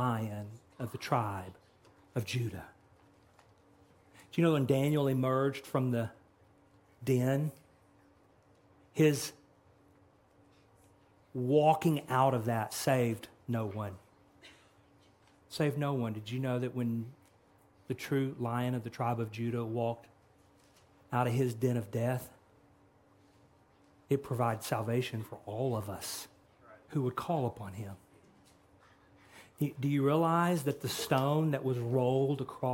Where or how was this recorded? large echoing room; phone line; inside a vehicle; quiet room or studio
large echoing room